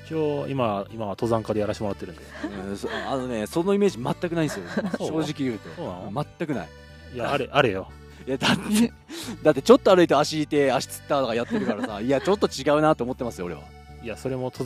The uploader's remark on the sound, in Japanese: 今回は茨城を抜け出して栃木のキャンプ場からお届け！久しぶりのまともなキャンプで気温も涼しく快適な場所での収録。